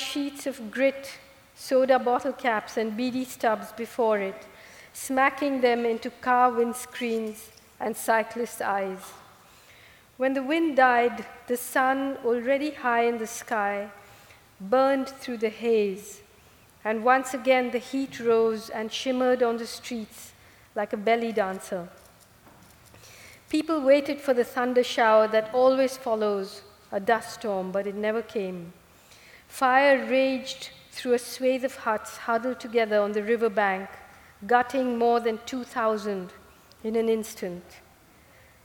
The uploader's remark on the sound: recorded this Town Hall Seattle event on June 27.